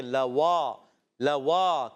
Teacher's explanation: واو کی ادائیگی ہونٹوں کی گولائی سے. لام پر زبر ہے واو علی زبر وا علی مدہ ہے، ایک الف کھینچیں گے لوا لوا، کیا آواز آئے گی لوا لوا لوا.